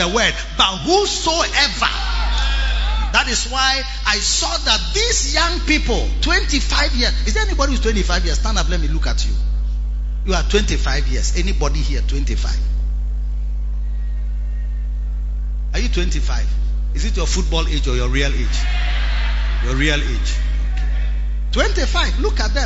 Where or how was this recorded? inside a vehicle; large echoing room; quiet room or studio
large echoing room